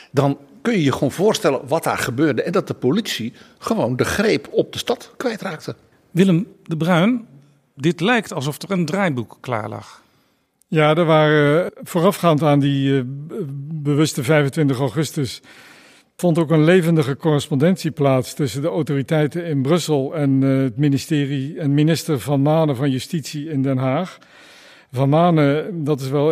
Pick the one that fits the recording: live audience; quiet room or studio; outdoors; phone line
live audience